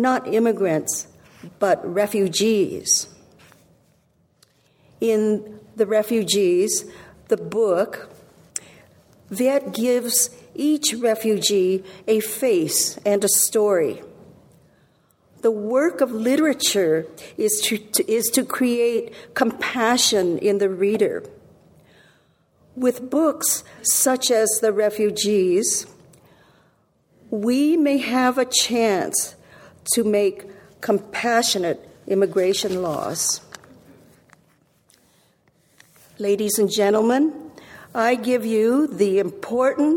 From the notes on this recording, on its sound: Recorded at the Lensic Theater in Santa Fe, New Mexico on March 29, 2017.